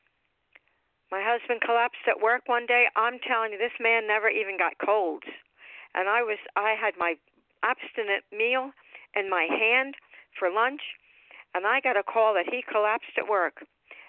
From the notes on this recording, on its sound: 100 Pounders Phone Meeting